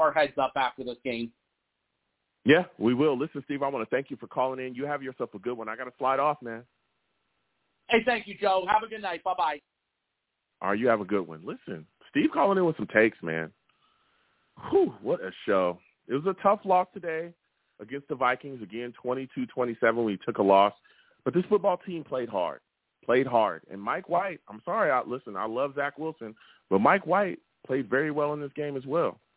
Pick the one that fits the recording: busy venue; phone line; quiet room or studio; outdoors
phone line